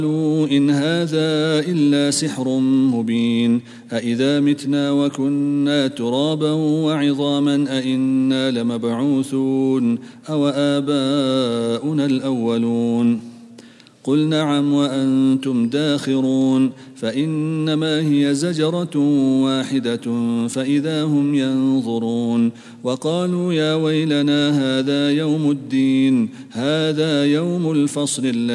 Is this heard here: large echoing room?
yes